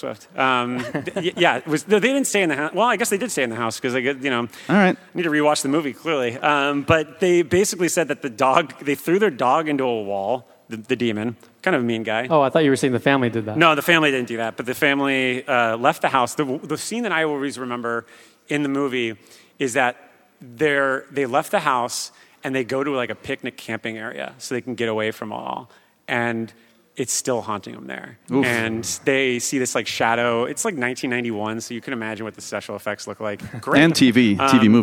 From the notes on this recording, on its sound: Live at the Music Box. This episode was recorded live.